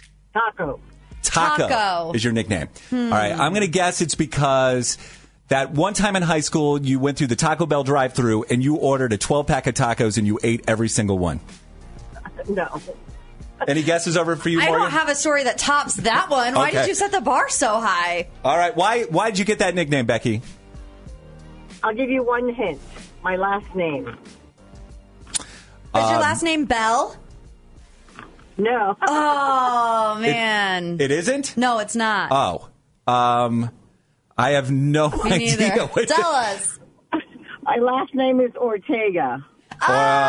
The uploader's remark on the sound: Called in during the "Cleveland Confessional".